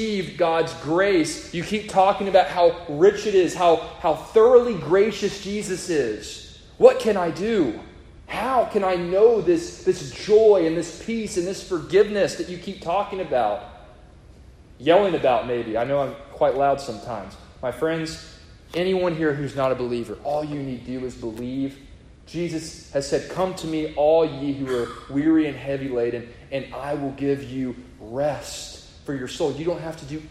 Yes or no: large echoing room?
yes